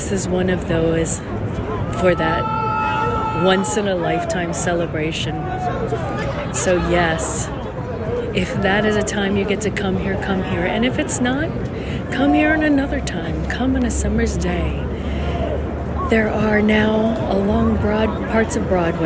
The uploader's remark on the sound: Times Square, NYC, New York, USA. Special Edition On Location Walk and Talk. Stand in awe and look at all the lights and listen to the sounds. Listen to the people talking all different languages and accents.